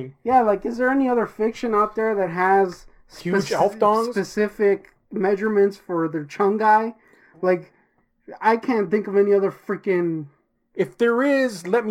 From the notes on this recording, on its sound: We had some issues with our mic, I did my best to fix it.